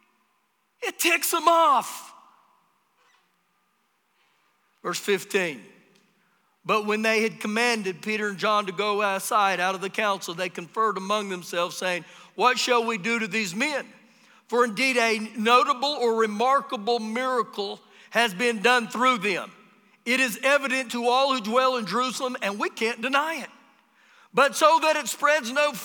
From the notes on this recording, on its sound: Recorded live during our Sunday morning service